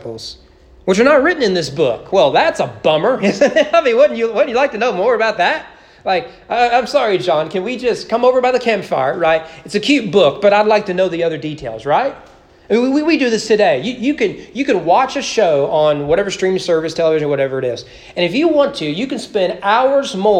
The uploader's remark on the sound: Sermon preached at East Frankfort Baptist Church on June 12, 2022 during morning worship.